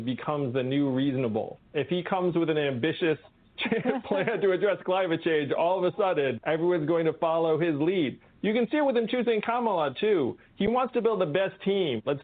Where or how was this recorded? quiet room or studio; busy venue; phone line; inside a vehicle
phone line